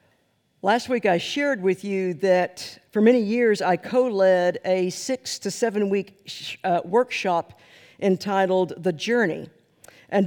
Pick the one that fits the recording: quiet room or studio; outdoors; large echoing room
large echoing room